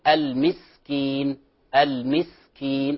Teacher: كلمة المسكين فيها همس، فلا نقلقل السين